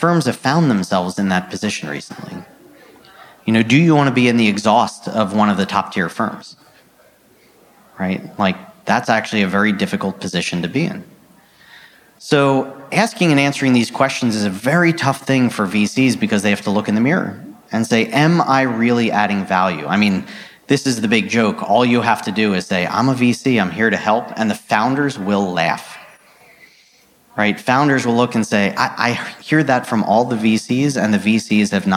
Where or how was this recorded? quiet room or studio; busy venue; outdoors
busy venue